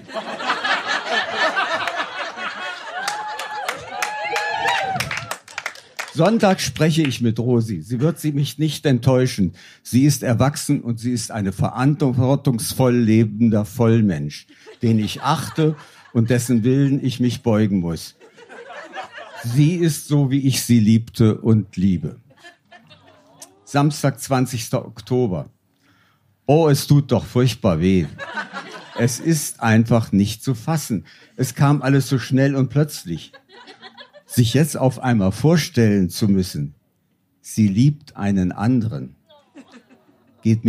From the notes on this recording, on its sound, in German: Hört Ihr einige Beiträge von unserer Show. Im Kulturhaus Insel der Jugend, Berlin. Heißen Dank an das Kulturhaus Insel, unser tolles Publikum.